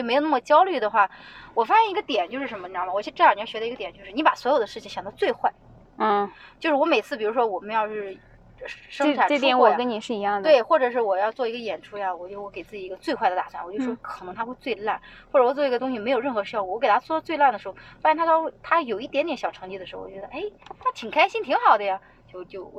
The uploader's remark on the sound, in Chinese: 这期是边开车边闲聊，音质稍微有点一般，见谅